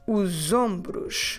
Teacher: So that S at the end of the article os becomes like a Z